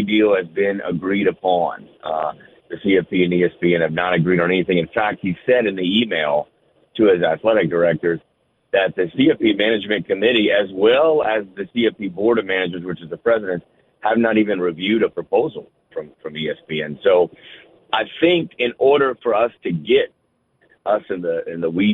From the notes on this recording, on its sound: more of your phone calls